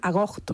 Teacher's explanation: Y otros quizá la aspiren de manera máxima y digan agosto, ¿no? Y hagan ahí como si fuese una especie de aspirada o una J